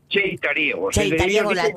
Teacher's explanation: es una pronunciación medio palatal, medio alveolar. Sí, pero en este, pero en este caso es TS. · Term: chevaqueira